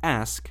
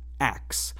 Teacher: some people pronounce the word ask as axe, inverting the K and S sounds · Shown in: second take · Term: metathesis